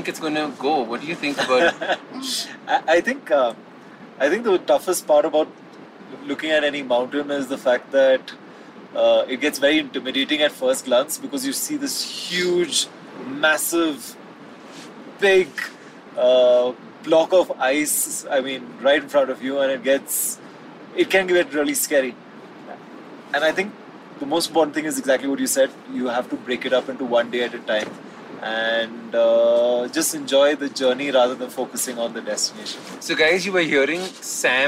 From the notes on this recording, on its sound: Live expedition trekking experience in the form of an audio blog from the Kang Yatse 2 Trek, also known as the 'Markha Valley Trek'.